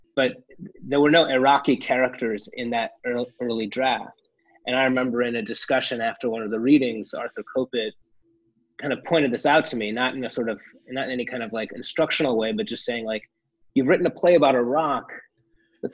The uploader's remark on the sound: chatted with us over Zoom.